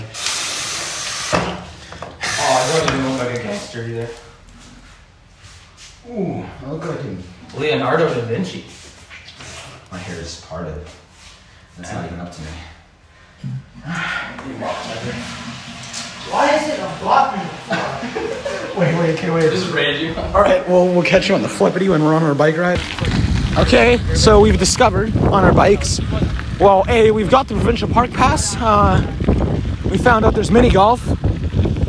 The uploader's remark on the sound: the first ever camping trip audio vlog